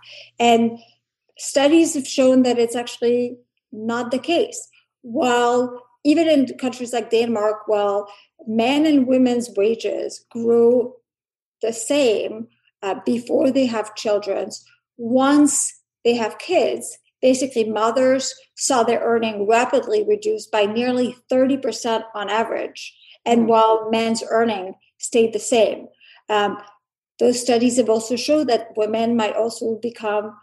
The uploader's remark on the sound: The Bridge Policy Download produced by the Mercatus Center at George Mason University. We’re bringing you the audio from a recent virtual congressional briefing.